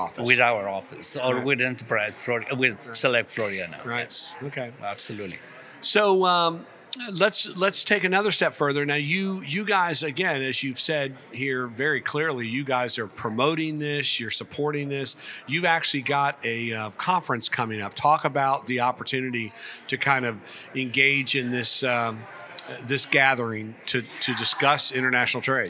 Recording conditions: busy venue